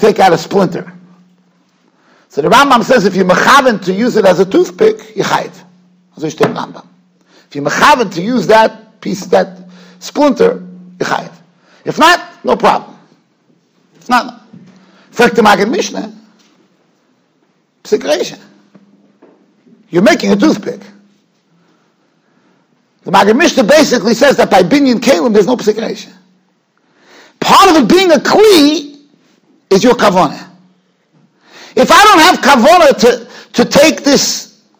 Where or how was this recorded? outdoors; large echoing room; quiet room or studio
large echoing room